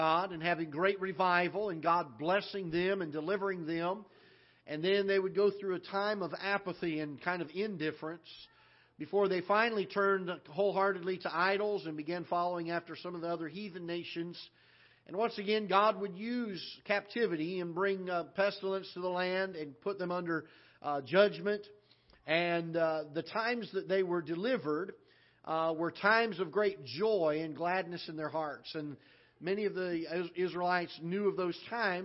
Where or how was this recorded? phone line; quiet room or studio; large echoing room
large echoing room